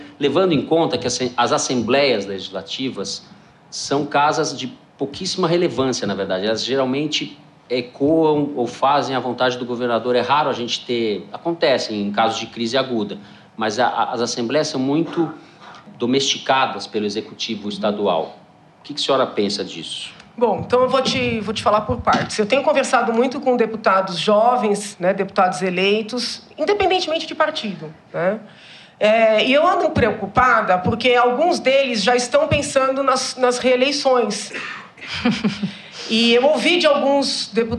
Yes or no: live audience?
yes